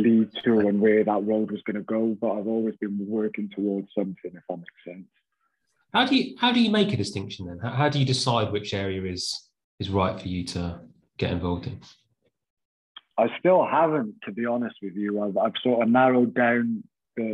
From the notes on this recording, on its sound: We caught up with him over zoom at home.